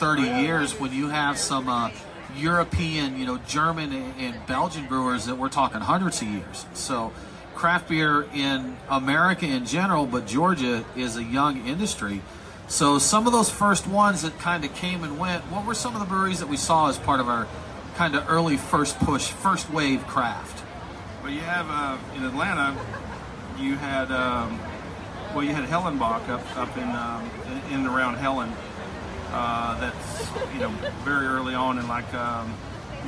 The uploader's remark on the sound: sit down with us at the 2018 Roswell Beer Festival